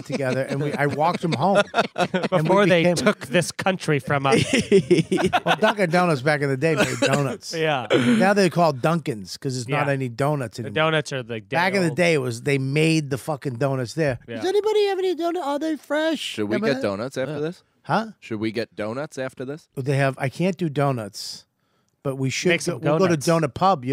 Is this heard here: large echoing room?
no